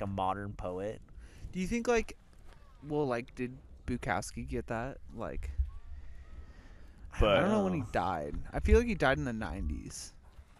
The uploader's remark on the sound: Recorded this one at Joshua Tree.